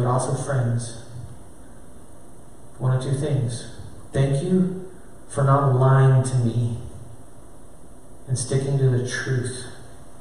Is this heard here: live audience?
yes